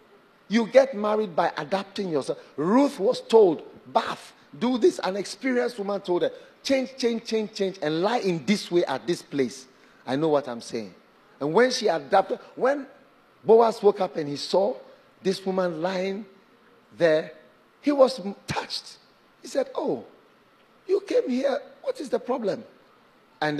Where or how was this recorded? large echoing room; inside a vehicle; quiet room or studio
large echoing room